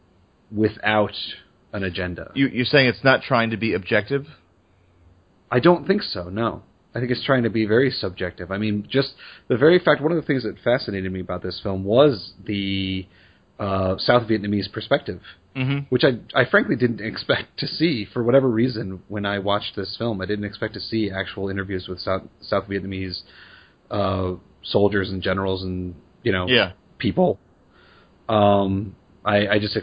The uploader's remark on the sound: This episode was recorded at a lower audio quality.